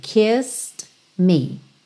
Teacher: Kissed o E não é pronunciado. Então, do S, você vai pro D.